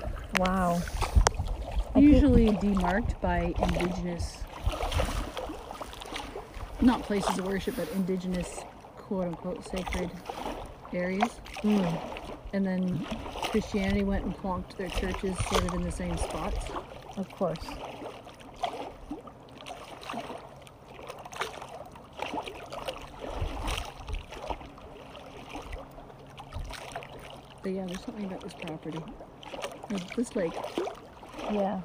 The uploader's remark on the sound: Listening to the song of Lake Bernard at the water's edge while sitting on a big flat rock that disappears under the water, also known as the Canadian Shield. Enjoy the sounds of Lake Bernard, the largest fresh water lake in the world without an island!